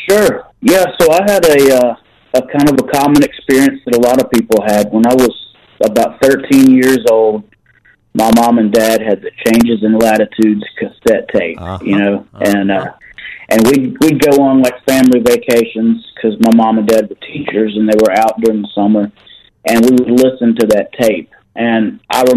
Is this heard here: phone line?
yes